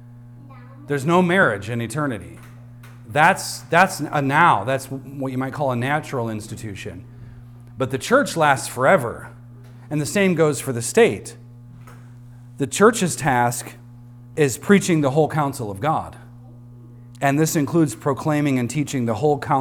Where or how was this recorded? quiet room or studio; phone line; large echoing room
large echoing room